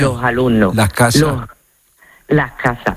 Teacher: O las S inclusivas, que son justo de las S que está delante de una consonante, pues en lugar de pronunciarla con la S, lo que hacemos es aspirarla